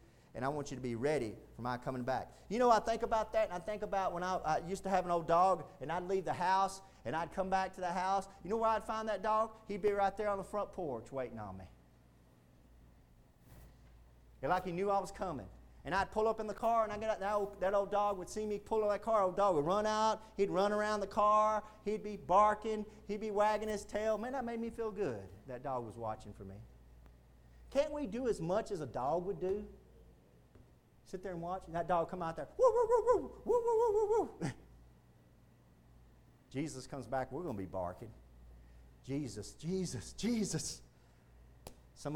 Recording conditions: large echoing room